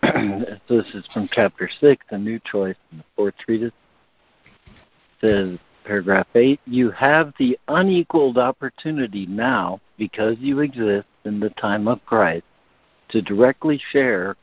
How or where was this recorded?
phone line